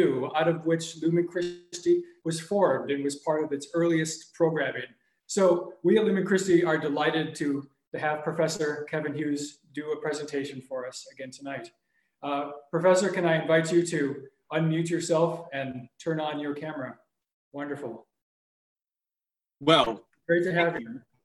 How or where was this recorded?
video call